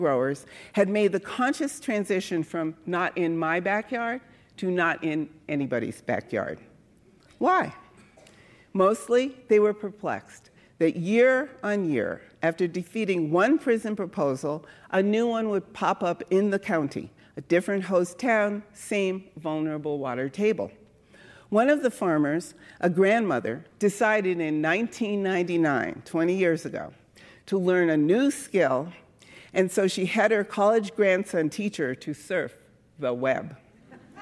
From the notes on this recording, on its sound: Recorded at the Lensic Theater in Santa Fe, New Mexico on April 17, 2019.